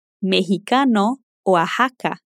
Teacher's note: E vai ter o som do J do espanhol em palavras mais específicas, geralmente no México.